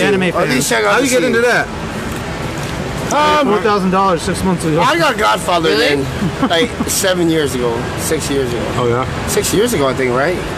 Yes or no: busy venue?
yes